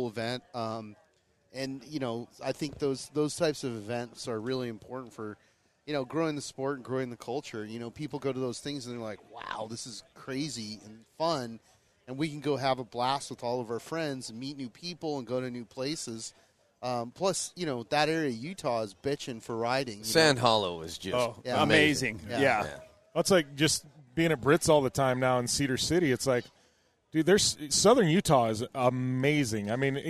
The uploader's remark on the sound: come at you live from the 2023 Sand Sports Super Show from the Pro Armor booth